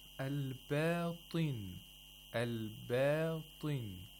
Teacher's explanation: We have a ta with a kasra, which you have to pronounce with the lowest level of tafkhim